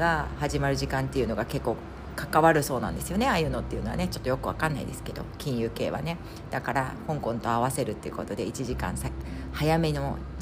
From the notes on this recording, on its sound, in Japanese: クルマ、雨の雑音、生活感満載お聞き苦しかったらごめんなさい。